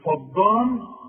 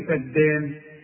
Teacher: فدارتم، دي عايزة منك فن في النطق، ما تقولش فض الدال، الدال والمد بتاعها مرقق · Shown in: second take